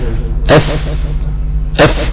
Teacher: المخرج الاول باطن او بطن الشفة السفلى مع اطراف الثنايا العليا · Term: الفاء